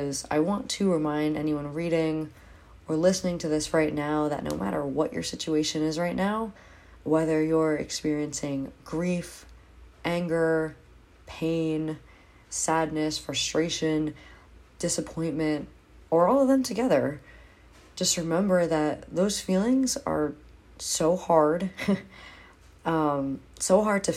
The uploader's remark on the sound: I didn't have my Blue Snowball mic so this was done on my phone